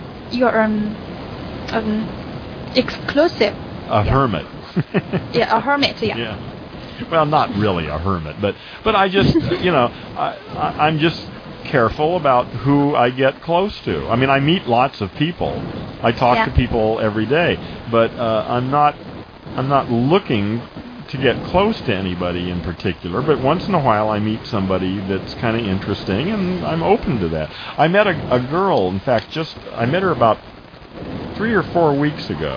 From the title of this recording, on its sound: skypecast was malfunctioning